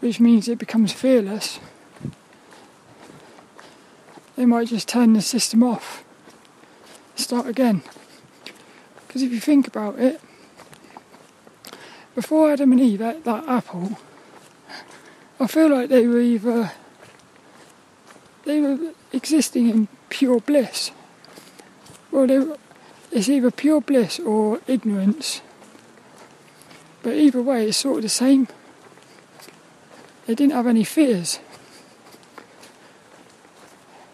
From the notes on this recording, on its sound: This 'About The Tings' episode was a Walk and Talk Through the Woods at Night around Plymbridge Woods in Plymouth.